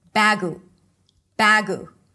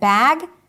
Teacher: Korean speakers are likely to add a vowel at the end · Shown in: first take